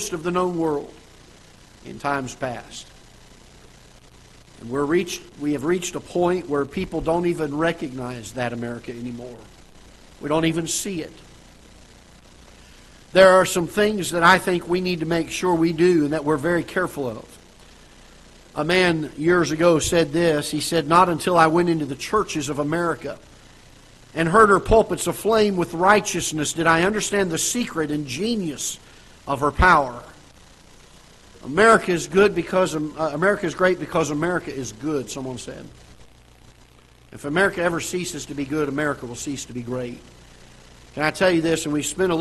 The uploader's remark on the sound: Ketha Heights Baptist Church ~ Live Broadcast